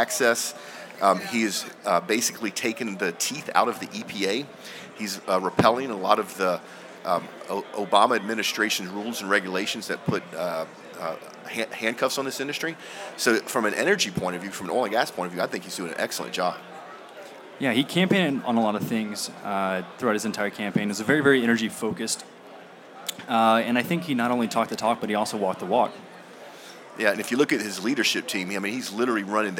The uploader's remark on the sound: We are Live from the Redwing Boots Booth at the 2017 Offshore Technology Conference here in Houston, TX.